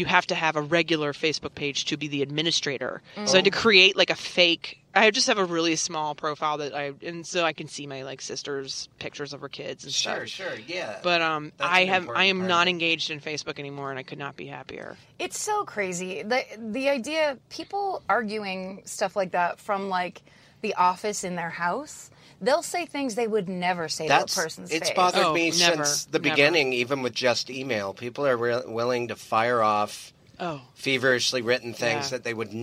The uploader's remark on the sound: In the Car